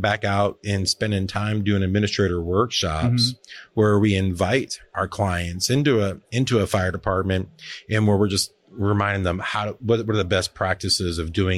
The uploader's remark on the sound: Live at FDIC